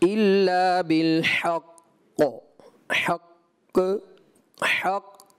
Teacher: قاف میں کلکلہ ہے، وہ کلکلہ آپ کو کرنا چاہیے تھا · اچھا یہ جو کلکلہ ہے مشدد جماؤ والا، اس کو آپ نے بہت ہی اعلیٰ درجے کا کلکلہ کرنا چاہیے تھا وقف میں. اب چونکہ آپ نے کلکلہ تو کیا لیکن مجھے ایسا لگا کہ اس کو مزید آپ کامل کر سکتے تھے.